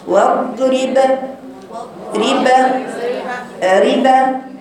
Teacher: بقفل المخرج وافتحه بسرعه، ما بسيبش وقت بين قفل المخرج وفتحه عشان اجيب القلقله، بقولش بقول مثلا ايه وانا بقرا الباء في القلقله ما اقولش واضرب، لا واضرب ريبا ريبا كهكذا، واضرب لهم مثلا الرجلين.